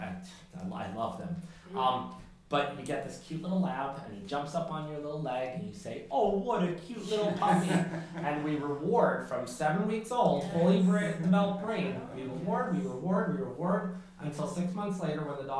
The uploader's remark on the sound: Have a listen to my lecture at the Chatham Public Library in beautiful Chatham New York. It was a great day with an amazing group of people.